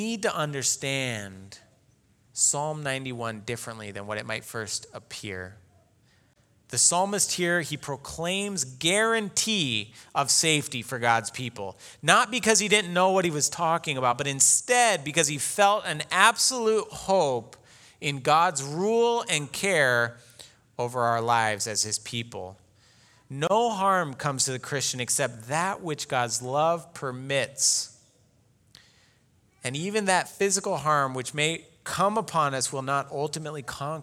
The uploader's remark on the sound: Delivered Sunday, July 19, 2020 at Woodridge Community Church (New Berlin, WI).